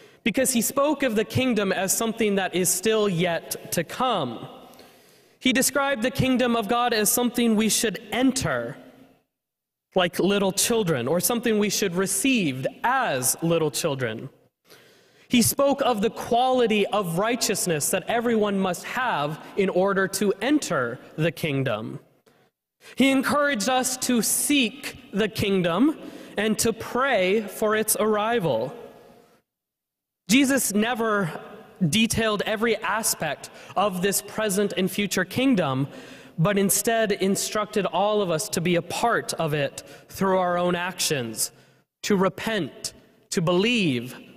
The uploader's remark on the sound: was preached at First Presbyterian Church of Allentown, PA on July 23, 2023.